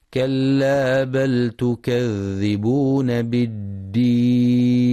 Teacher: يراعي القارئ رخاوة الذال في كلمة تكذبون وشدة الدال في كلمة بالدين